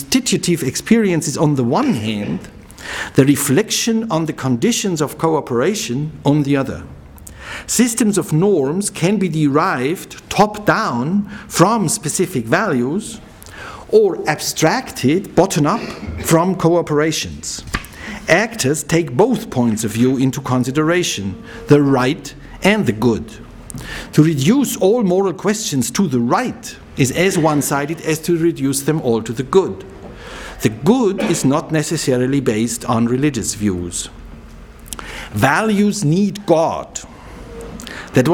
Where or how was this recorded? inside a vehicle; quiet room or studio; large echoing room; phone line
large echoing room